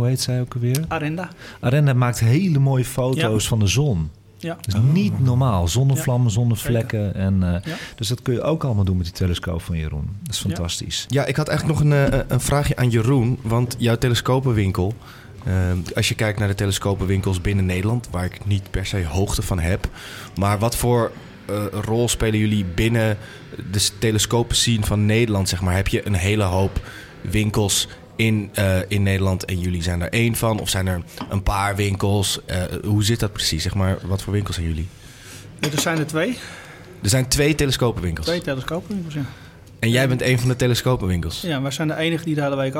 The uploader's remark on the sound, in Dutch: Deze live uitzending is opgenomen in het Allard Pierson te Amsterdam voor AmsterdamFM.